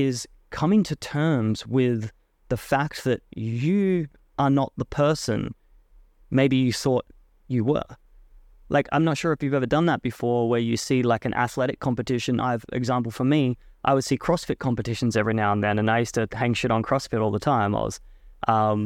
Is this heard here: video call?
no